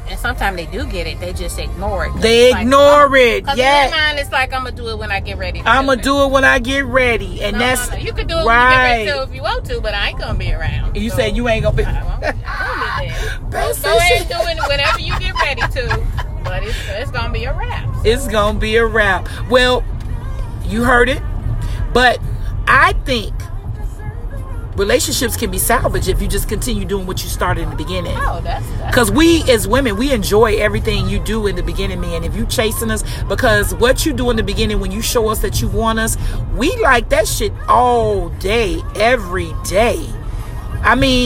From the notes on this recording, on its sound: THE CONVERSATION IS DEFINITELY A FREESTYLE DISCUSSION WHILE DRIVING. THIS EPISODE IS REAL & UNCUT.